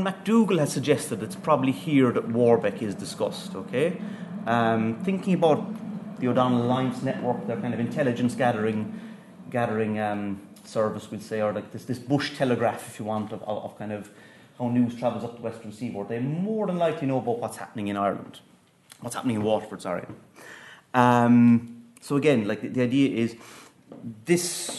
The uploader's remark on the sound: at the 2022 Tudor and Stuart Ireland Conference.